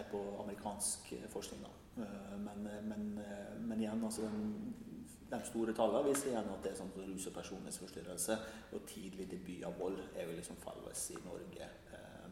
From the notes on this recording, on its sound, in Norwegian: Live på Trondheim Folkebibliotek.